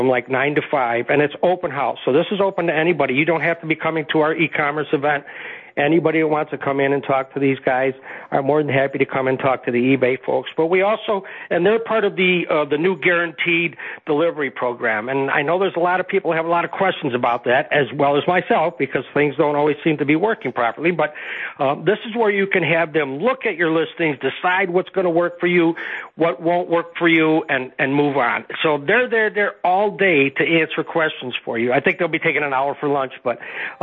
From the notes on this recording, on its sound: Chicago IL. Called.